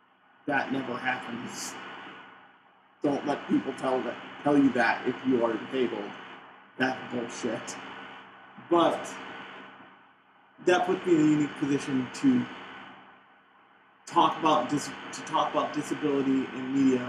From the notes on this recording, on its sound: Sorry about the audio quality I did my best.